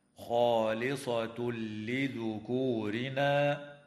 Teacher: ويدغم التنوين في اللام من غير غنة